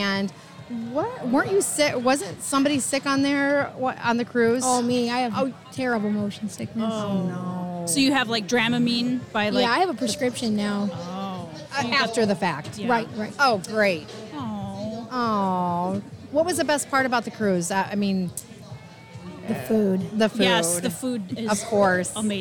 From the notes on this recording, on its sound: On this episode we podcast live from Elkhorn Ribfest!